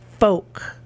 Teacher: F-O-L-K. You don't pronounce the L.